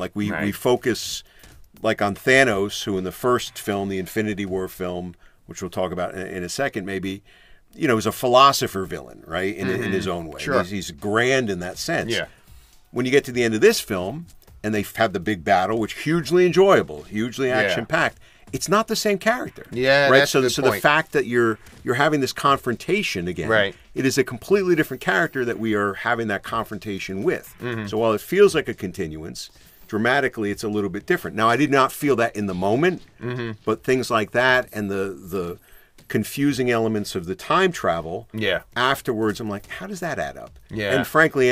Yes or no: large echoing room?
no